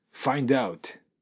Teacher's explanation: find の D、子音と out の母音。これが隣り合うと、find out という形でくっついてしまいます。 · Term: くっつきます